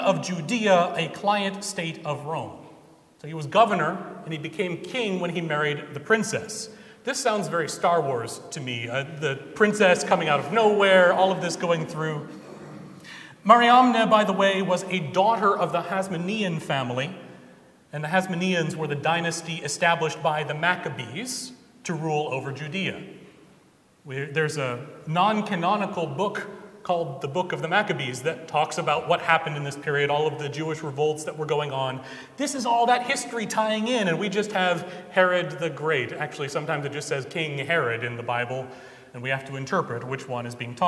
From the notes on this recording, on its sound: Recorded Jan 8, 2017 at Trinity Presbyterian Church in Bixby, Oklahoma